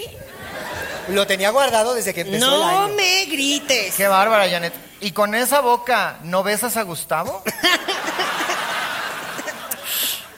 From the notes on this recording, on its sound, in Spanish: LAS MAMÁS MEXICANAS EN VIVO. En un en vivo grabado de locura.